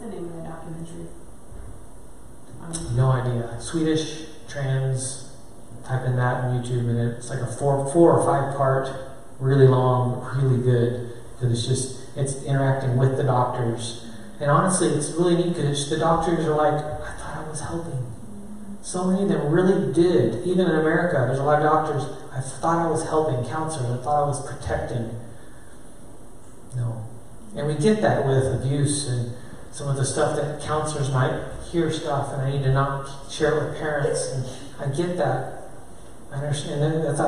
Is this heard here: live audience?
yes